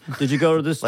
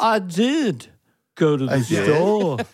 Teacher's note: It's a little more lilty and not as hard on the— Paul has a lot of Irish relatives because of the lilting Liverpool accent, which always sounds like you're asking a question.